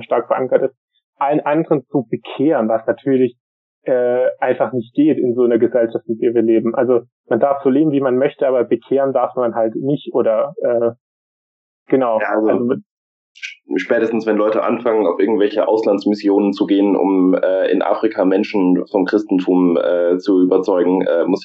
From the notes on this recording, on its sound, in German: dazu gibt es auch noch Probleme bei der Aufnahme!